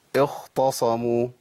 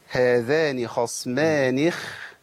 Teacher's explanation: الخاء هنا ساكنة بعد كسر، تبقى في أدنى مراتب التفخيم، ضعيفة تفخيما · Shown in: second take